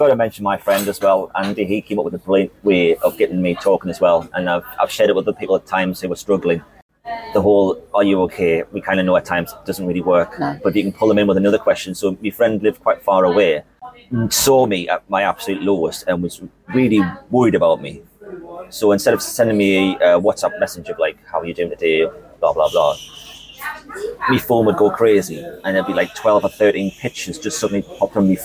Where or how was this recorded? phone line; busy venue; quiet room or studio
busy venue